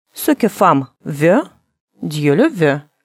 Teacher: Средняя между звуками «о» и «ё». Губы для звука «о» трубочкой, но произносим «э».